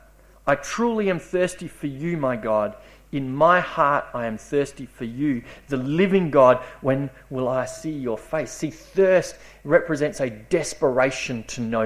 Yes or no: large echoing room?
yes